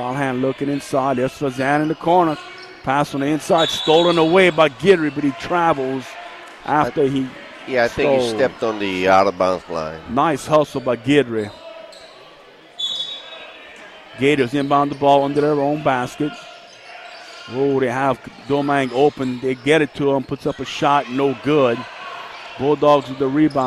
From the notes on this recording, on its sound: Audio from Coastal Broadcasting's live coverage of the LCO vs Bayou Blue girls and boys basketball games. Game was broadcasted live on KLEB 102.7FM and 1600AM.